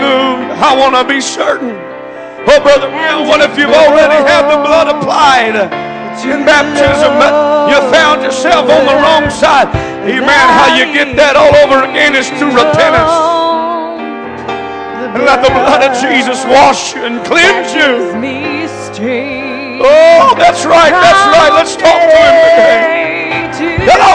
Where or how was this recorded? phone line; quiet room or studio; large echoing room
large echoing room